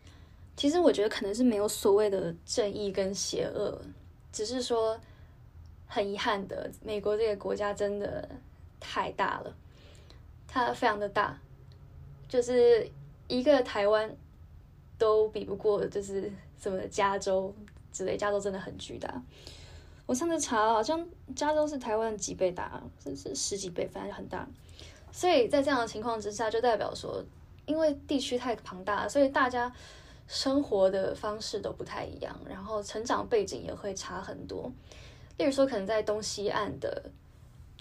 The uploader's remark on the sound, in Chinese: 本集節目暫由手機錄製，音質較差